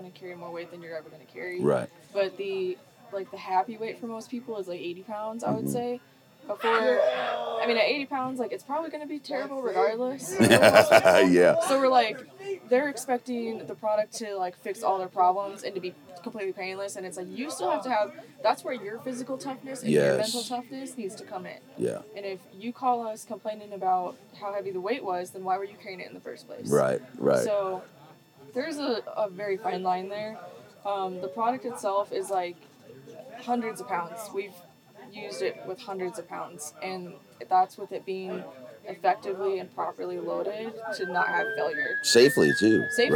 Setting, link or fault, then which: setting, busy venue